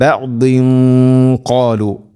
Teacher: തൻവീനു ശേഷം ഖാഫ്, ഖാഫ് ഹെവി ലെറ്ററാണ്, അതോടുകൂടെ അതിൻ്റെ കൂടെ വരുന്ന ഗുന്നയും ഹെവി ആയിരിക്കണം. ബഅദിൻ ഖാലു ഇങ്ങനെയാവണം.